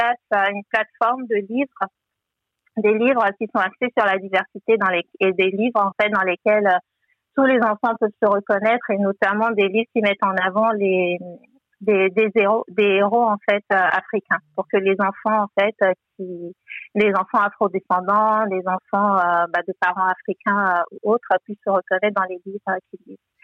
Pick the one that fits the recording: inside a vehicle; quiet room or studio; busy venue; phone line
phone line